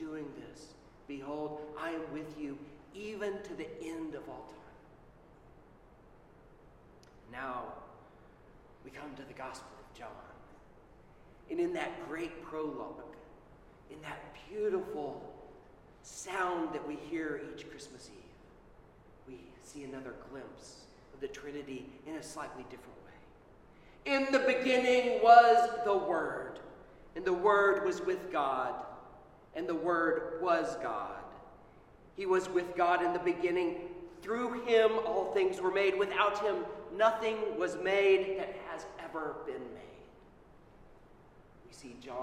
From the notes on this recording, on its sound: Sermon at Holy Trinity Anglican Church on Trinity Sunday 2021.